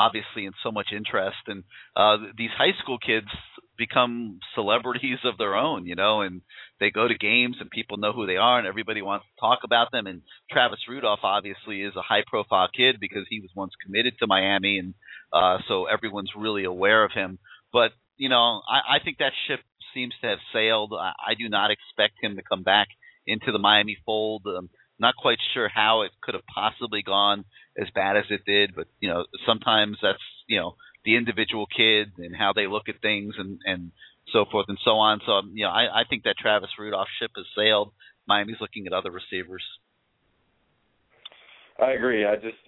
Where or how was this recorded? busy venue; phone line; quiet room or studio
phone line